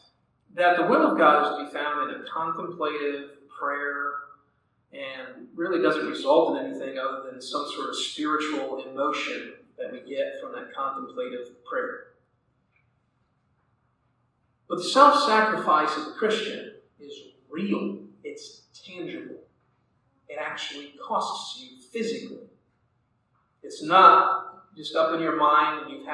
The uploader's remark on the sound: Audio quality is not great on this one.